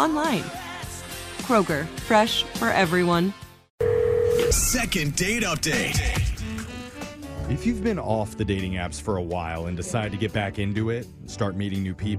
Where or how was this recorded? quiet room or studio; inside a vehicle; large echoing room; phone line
phone line